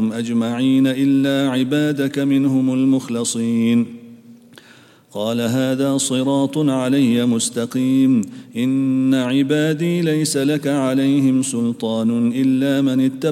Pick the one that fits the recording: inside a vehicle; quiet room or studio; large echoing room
large echoing room